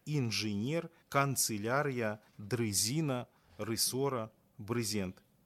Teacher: У асобных словах, якія прыйшлі да нас праз рускую мову, пасля зычных «ж», «ц» і «р» вымаўляецца галосны «ы»